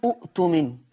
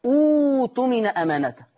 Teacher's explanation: فتبدل الهمزة الثانية اللي هي همزة القطع الساكنة من جنس حركة همزة الوصل · Shown in: second take · Term: إبدالك للهمزة